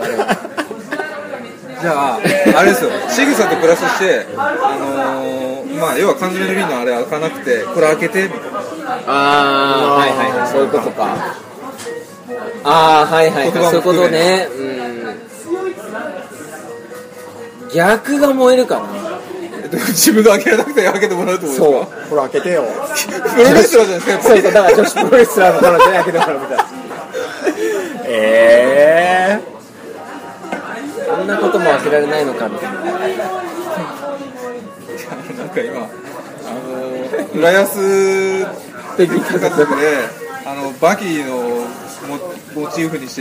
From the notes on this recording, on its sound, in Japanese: 夜の飲み屋でその会話は始まりました。ちなみに居酒屋収録なので、色々と雑音が混じってます。